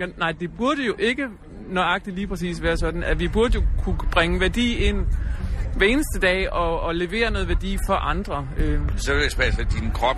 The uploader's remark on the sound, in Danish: Debatten blev optaget i Cordua og Stenos telt på Folkemødet